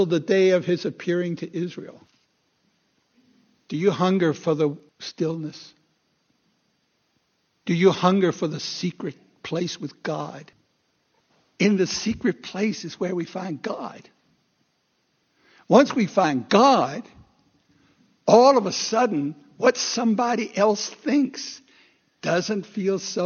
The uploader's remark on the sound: Recorded 2/11/2016 at Christ Church Anglican